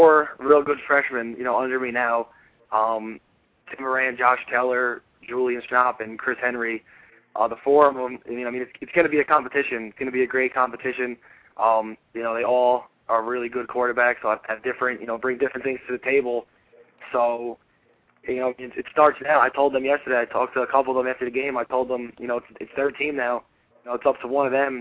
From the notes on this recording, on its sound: The ONLY weekly call in show devoted to in-depth and exclusive coverage and analysis of Liberty League college football.